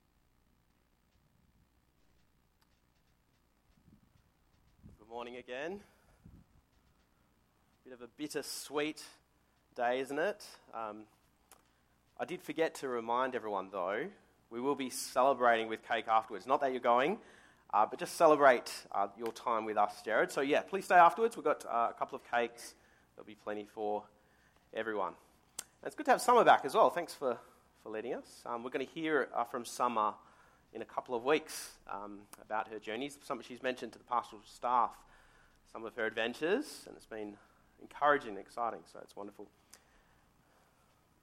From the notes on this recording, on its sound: Sermon recorded live from Morley Baptist Church.